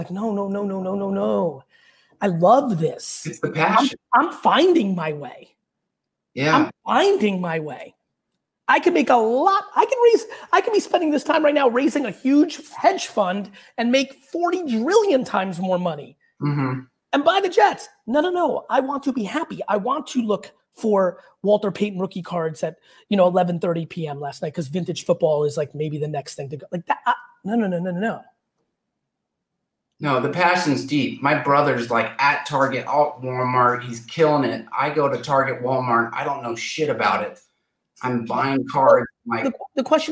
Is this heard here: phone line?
no